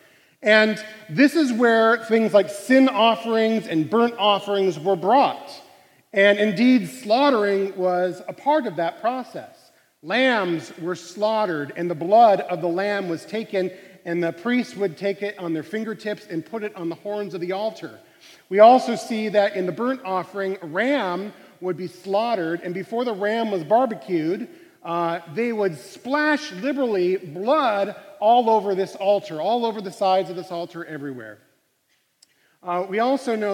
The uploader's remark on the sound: Live recording of CUI's Monday Chapel Band.